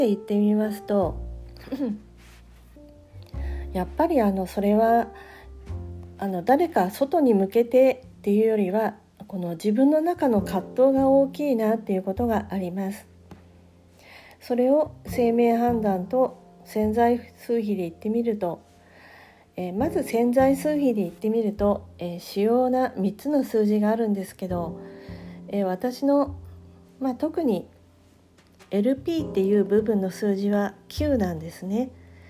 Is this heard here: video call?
no